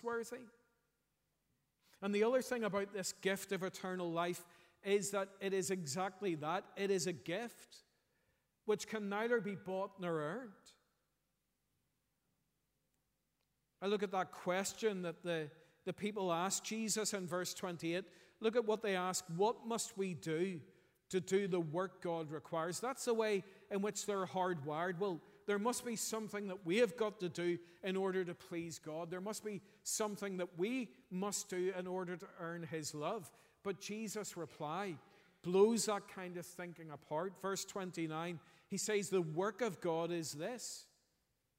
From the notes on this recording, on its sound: preached at our morning harvest thanksgiving service